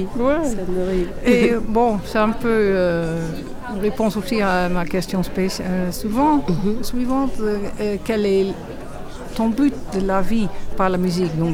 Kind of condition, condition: setting, busy venue